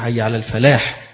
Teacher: تتقن وتنطق بالحاء اللي هي فيها الهمس بحيث تسمع